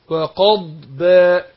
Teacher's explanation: الضاد هنا حرف مستعلي مطبق